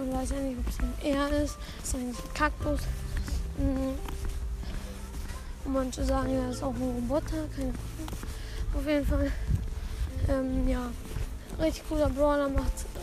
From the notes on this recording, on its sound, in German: Sorry wegen den Hintergrundgeräuschen